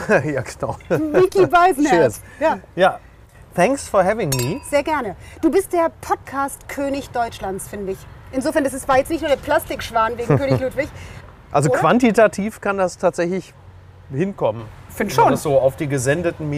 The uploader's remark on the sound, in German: in einem Tretboot-Schwan auf der Hamburger Alster